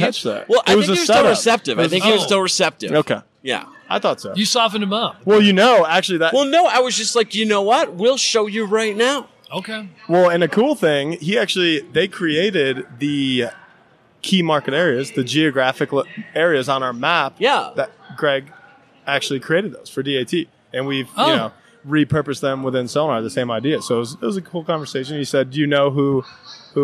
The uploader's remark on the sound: broadcasting from the floor of McLeod's UC2019!